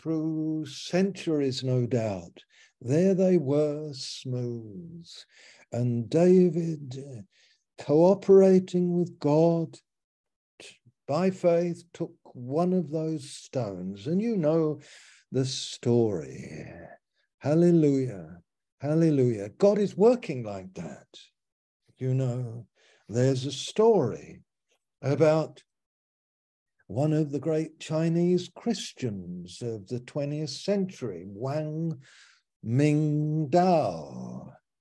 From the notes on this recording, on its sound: Malaysia Meets (Zoom).